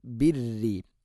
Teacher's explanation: റാഇനെ ശദ്ദുണ്ടെങ്കിലും തർഖീഖ് ചെയ്യണം.